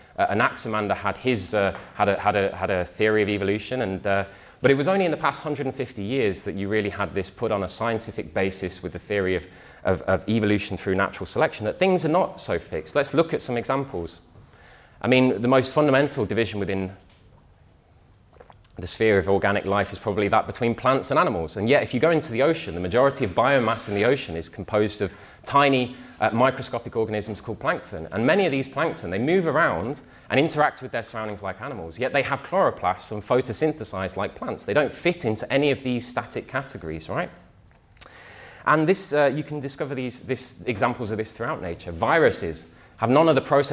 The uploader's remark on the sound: talk from Revolution Festival 2019